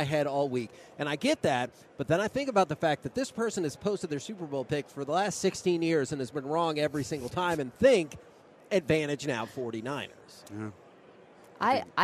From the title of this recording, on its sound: LIVE from Radio Row